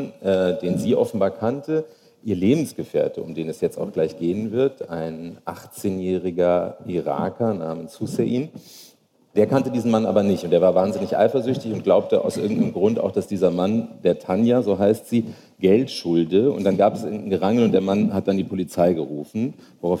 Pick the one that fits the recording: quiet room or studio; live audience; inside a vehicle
live audience